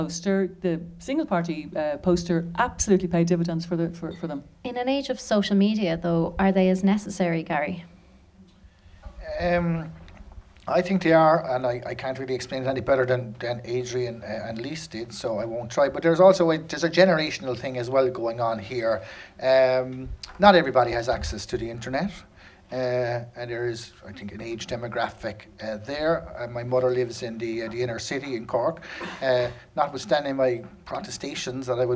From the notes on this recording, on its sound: For our first live episode, recorded at Crow Street in Dublin's Temple Bar